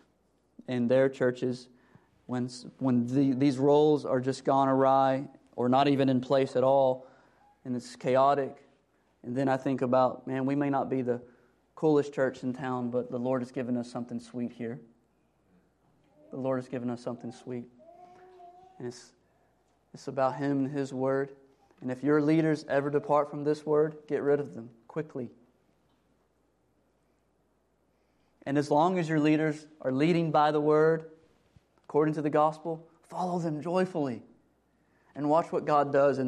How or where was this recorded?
large echoing room